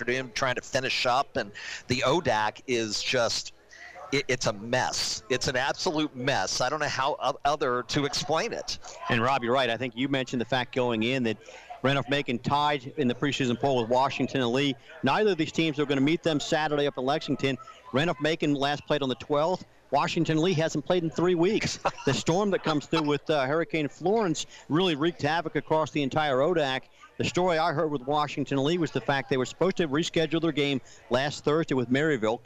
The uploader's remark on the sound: live from SportsPage Grille in Ashland